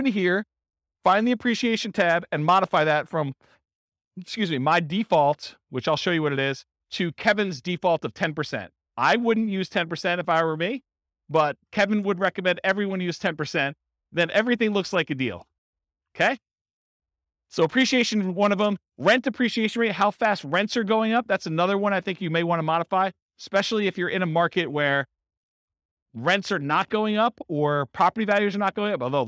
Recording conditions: live audience